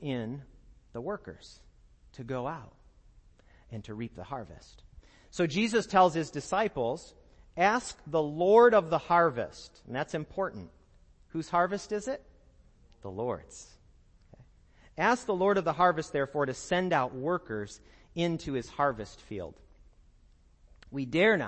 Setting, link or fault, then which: setting, large echoing room